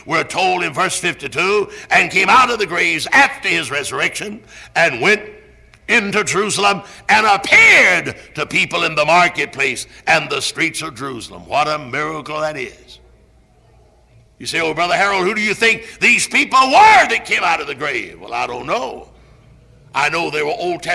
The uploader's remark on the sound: Originally preached at Tabernacle Baptist Church in Greenville, SC on April 14, 1974.